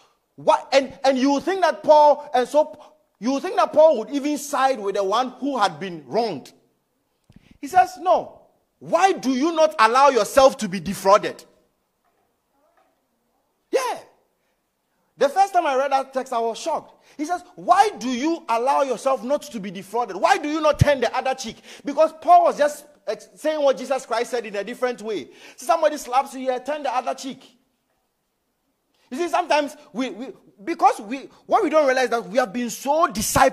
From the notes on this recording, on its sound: Message preached at ICGC Rehoboth Temple - Toronto